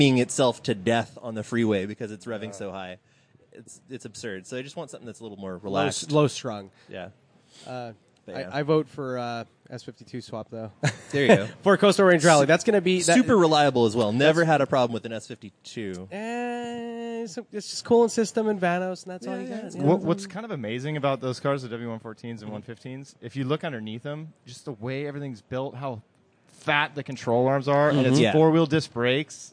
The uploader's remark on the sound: Live from Luftgekühlt 5. Because this is outdoors at a car show, we apologize for the wind noise and some of the audio fluctuation but, really it's not that bad and this is guerilla podcasting, damnit.